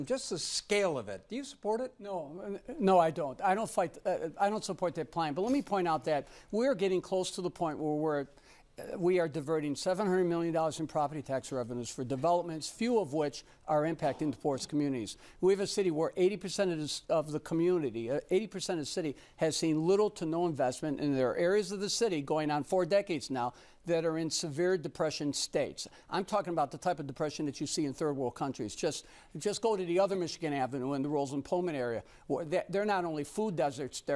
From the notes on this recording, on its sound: LIVE from The WTTW Mayoral Forum I